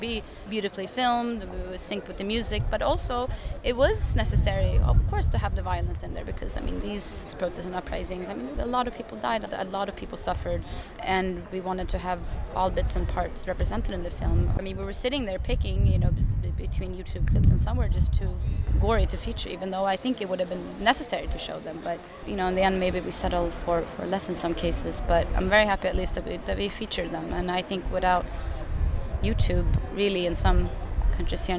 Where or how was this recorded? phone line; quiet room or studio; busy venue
busy venue